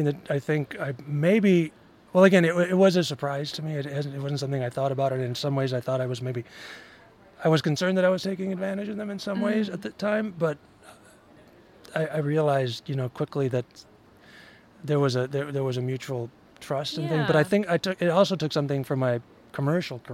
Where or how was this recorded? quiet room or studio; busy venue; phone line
busy venue